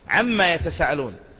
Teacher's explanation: عما أصلها عن ما، أصلها عن الذي هو حرف الجر، وما التي هي الاستفهامية، فأدغمت النون في الميم فصارت عما، وأيضا حذفت الألف منها، يعني حينما ترى رسمها في المصحف أو تكتب عم فقط بدون ألف.